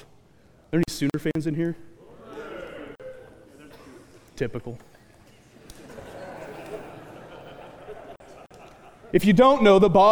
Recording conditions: live audience